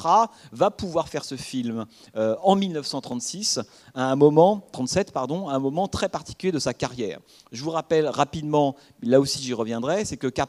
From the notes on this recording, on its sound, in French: Enregistrement intégral de l'intervention. Suite à la projection du film le mercredi 5 novembre 2014 au Centre des arts d'Enghien-les-Bains.